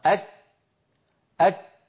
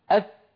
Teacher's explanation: العرب في زمن النبوة كانوا ينطقون الكاف والتاء، وراعي شدة بكاف وبتاء، ينطقون الكاف والتاء محبوستي الصوت، ثم بعد هذا الحبس للصوت يطلقون نفسا